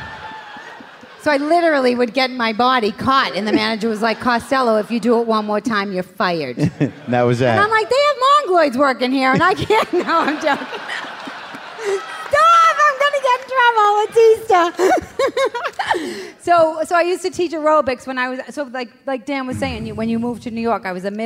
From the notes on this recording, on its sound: Live from Boston. A live WTF at The Wilbur Theatre.